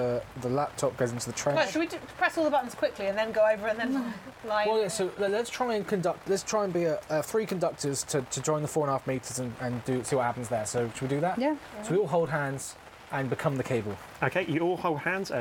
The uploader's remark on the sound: Did we record this episode in the fittingly pissing rain? I hope you like ASMR, and listening to the lengths we'll go to to maintain social distancing.